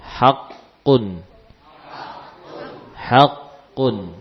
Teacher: Ada dua qaf yang kita baca, yang pertama qaf sukun haq ya kan, yang tidak di qalqalah. Yang kedua qaf dhammatin dhamma tanwin haqqun ya.